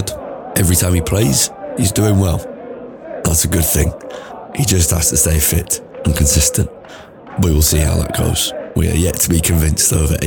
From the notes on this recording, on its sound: In the background is noise from Old Trafford, from 20 minutes before kick-off through to Rashford and Martial's first-half goals.